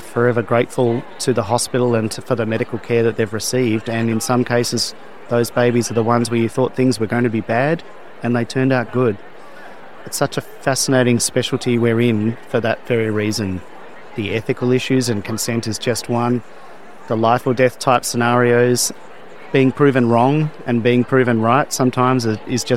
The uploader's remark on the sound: interview recorded at the Pediatric Academic Societies (PAS) meeting in Washington, DC, in May 2023